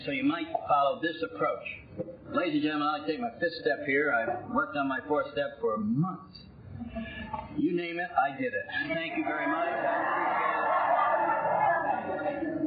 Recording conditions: background noise